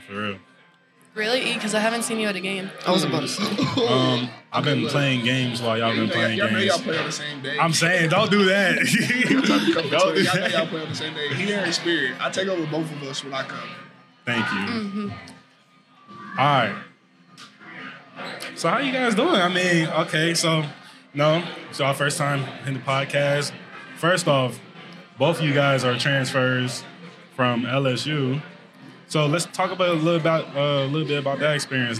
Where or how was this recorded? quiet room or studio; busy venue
busy venue